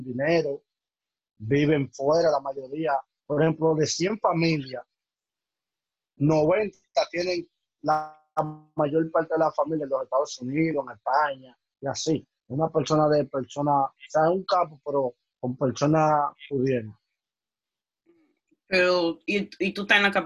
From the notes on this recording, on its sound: The audio is not the best.